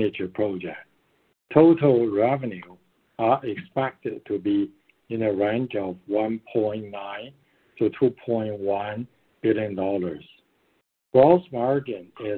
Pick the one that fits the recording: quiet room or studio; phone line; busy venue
phone line